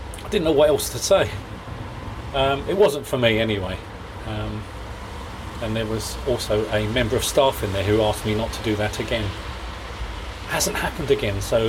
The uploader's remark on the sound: Wabsnazsm Walks (As far as a phone box.) It's a horrible day out there.